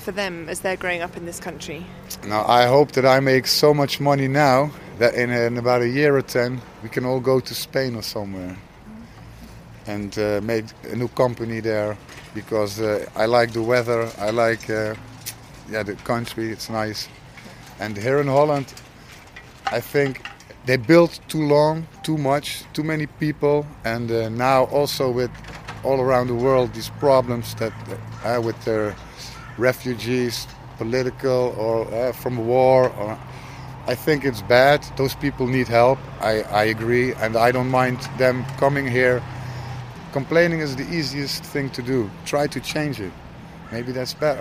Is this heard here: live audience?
no